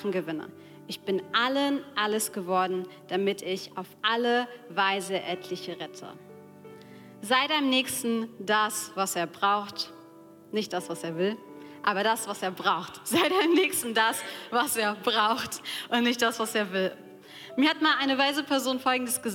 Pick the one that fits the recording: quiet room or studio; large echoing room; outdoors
large echoing room